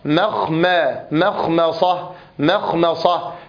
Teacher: فأمر بترقيق الميم هنا في الكلمة مرتين، وذلك لأنها في الموضع الأول جاورت حرف الخاء وفي الموضع الثاني جاورت حرف الصاد